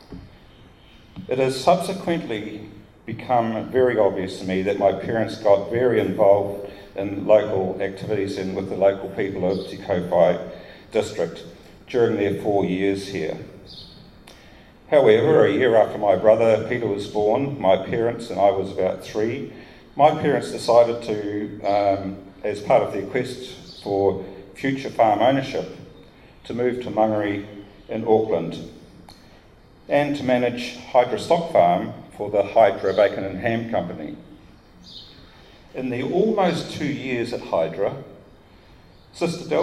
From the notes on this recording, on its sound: This episode features presentations made in front of a live audience at the 2019 Wings Over New Zealand Christmas Party, held at Te Kowhai Aerodrome, Hamilton.